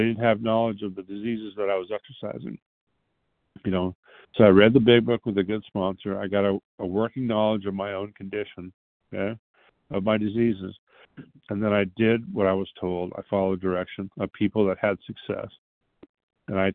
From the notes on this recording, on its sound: 100 Pounders Phone Meeting, 1/29/23